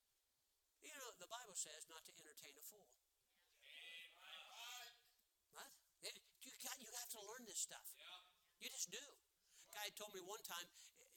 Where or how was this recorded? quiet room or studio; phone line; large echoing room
large echoing room